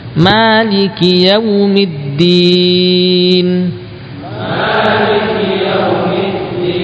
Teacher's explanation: sebaiknya mimnya dibaca panjang ya. Walaupun ada qiraah membaca pendek.